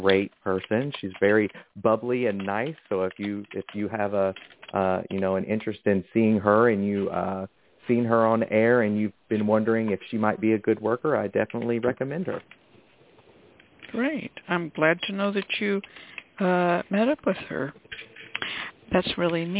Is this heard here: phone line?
yes